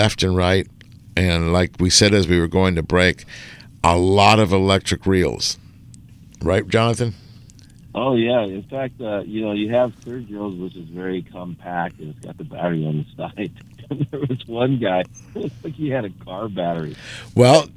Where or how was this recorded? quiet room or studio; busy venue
busy venue